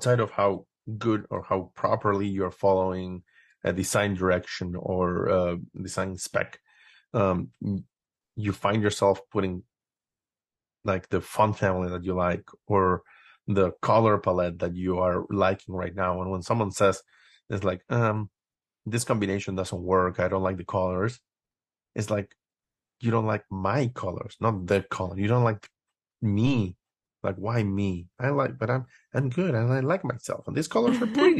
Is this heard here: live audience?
no